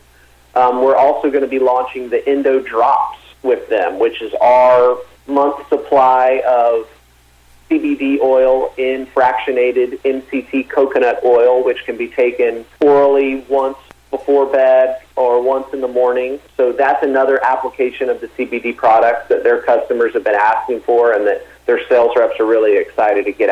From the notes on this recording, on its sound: called back in to SmallCapVoice.